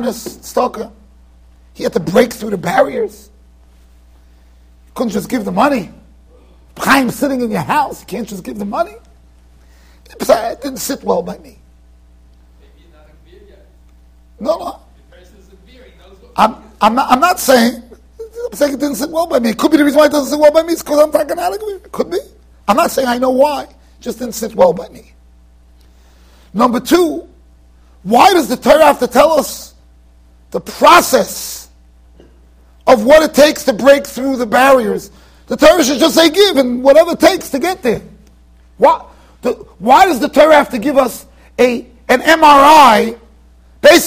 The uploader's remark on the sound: Shiur recorded in Yeshivas Ohr Reuven, Monsey NY.